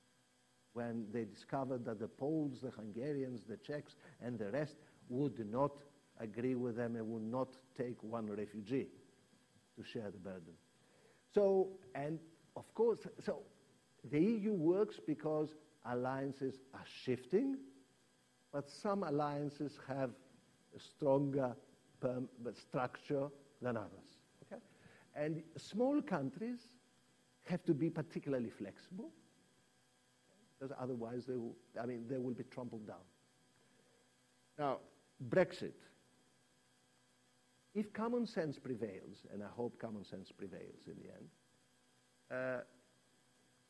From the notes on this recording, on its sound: This public lecture was held as part of the Sydney Ideas program, copresented with the Sydney Democracy Network.